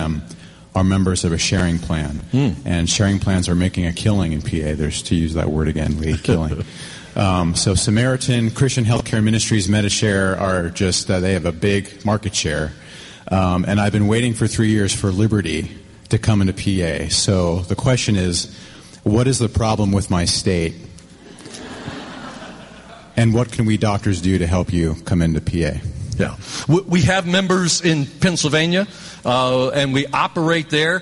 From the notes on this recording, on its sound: interviews recorded live at the conference